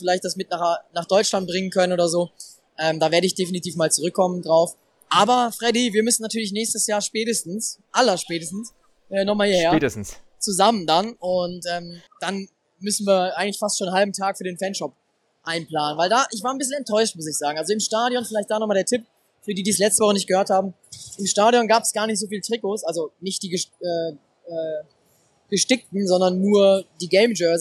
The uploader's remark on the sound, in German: Review live aus Charlotte. Wir haben unmittelbar nach dem Spiel eine kurze Analyse des ersten Saisonsiegs aufgenommen und die Stimmung vor Ort für euch eingefangen.